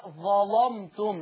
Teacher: اللام دايما ورش بيغلظها بيفخمها يعني